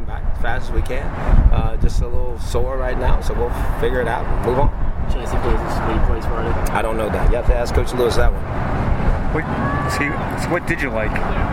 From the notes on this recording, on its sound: After the first joint practice with the New York Giants. Check out the raw audio from the practice field outside Paul Brown Stadium.